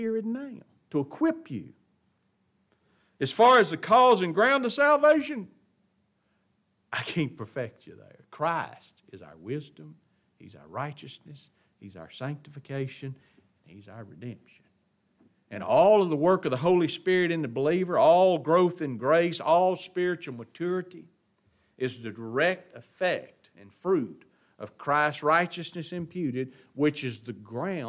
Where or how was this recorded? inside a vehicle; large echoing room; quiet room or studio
large echoing room